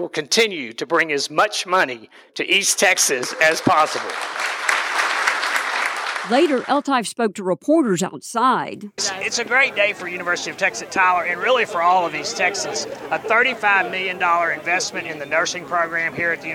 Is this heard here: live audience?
yes